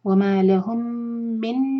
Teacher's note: ادغام غنہ کے ساتھ نون کو ہولڈ کریں گے نون کا غنہ